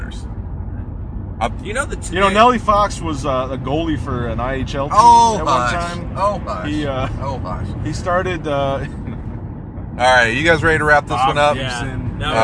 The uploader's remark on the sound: Join three friends as they drive from Chicago to Milwaukee. Travel the treacherous span of I-94.